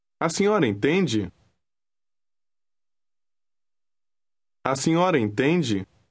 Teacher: Pay attention to the rising intonation at the end when you ask a question.